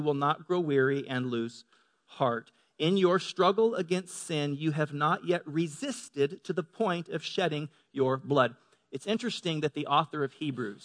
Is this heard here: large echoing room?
yes